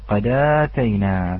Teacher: سمعت القلقلة ولكنها مخففة